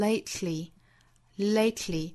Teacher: Lately,这个单词里包含了爆破音 t 和舌侧音的组合 · Term: 舌边爆破